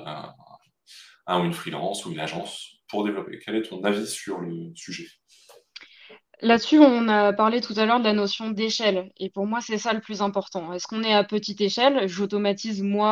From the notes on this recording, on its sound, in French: la qualité audio étant anormalement mauvaise sur cet épisode